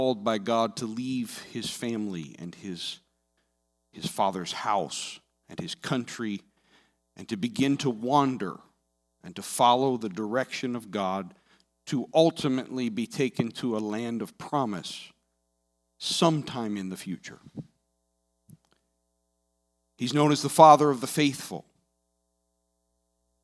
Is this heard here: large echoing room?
yes